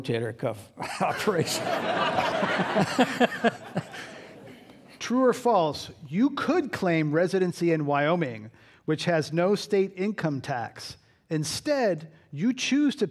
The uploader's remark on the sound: This program was recorded in front of a live audience at the Commonwealth Club of California on October 27, 2016